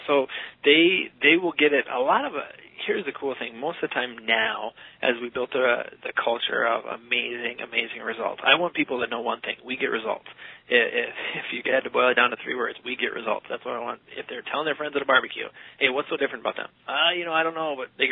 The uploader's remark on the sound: The introduction is recorded using a Yeti USB microphone. The interview itself is conducted over the phone or via Skype using call recording software.